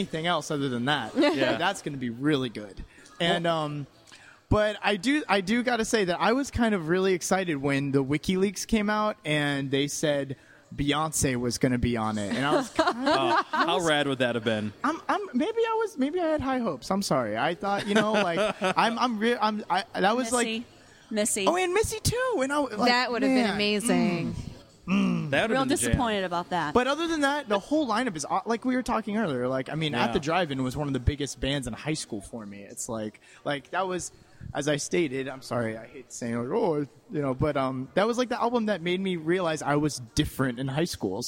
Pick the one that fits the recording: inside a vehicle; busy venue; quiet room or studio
busy venue